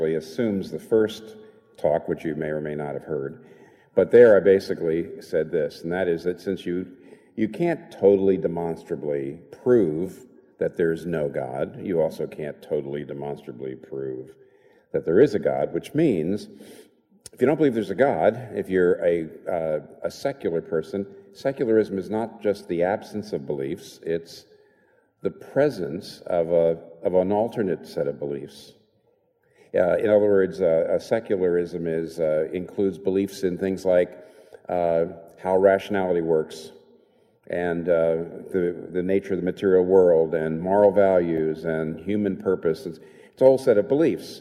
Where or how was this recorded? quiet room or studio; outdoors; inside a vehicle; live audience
live audience